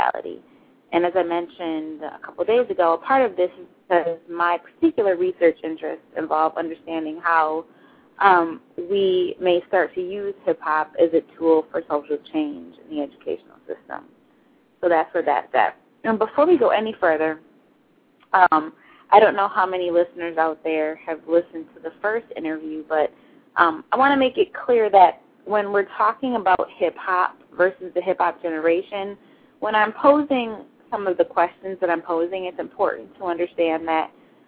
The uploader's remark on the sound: Live call-ins & music features included!